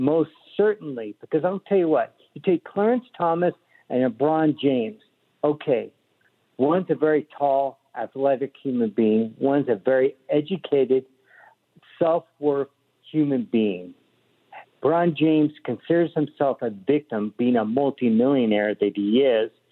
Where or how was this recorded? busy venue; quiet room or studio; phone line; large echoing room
phone line